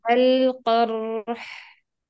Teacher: زمن اللام الساكنة زي زمن الراء الساكنة